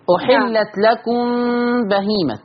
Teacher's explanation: خلي بالك بقى من غنة الإخفاء الشفوي